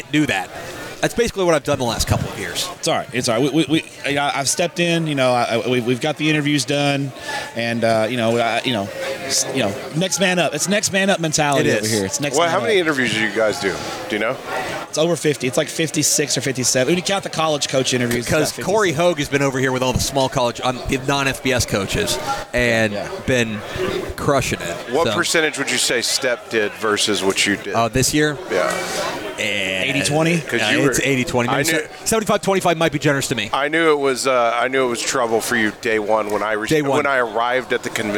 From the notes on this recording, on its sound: Live on tape from the 2023 Texas High School Coaches Association Coaching School and Convention in Houston